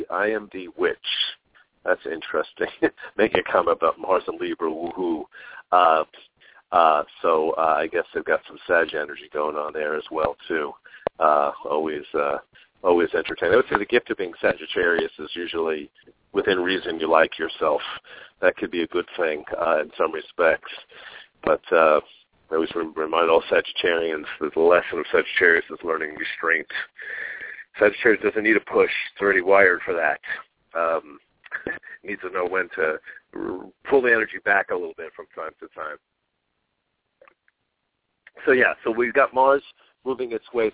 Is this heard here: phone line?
yes